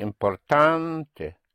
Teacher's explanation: with the stress on the an or en